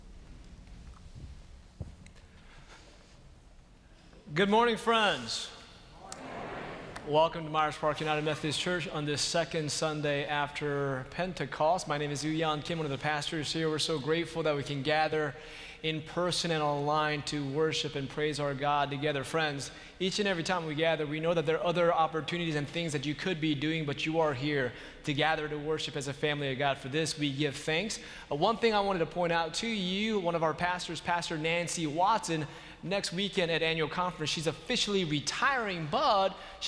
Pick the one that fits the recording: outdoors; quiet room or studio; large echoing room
large echoing room